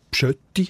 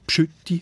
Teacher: Das Ü wird in der Ostschweiz tendenziell zu einem Ö. · Shown in: first take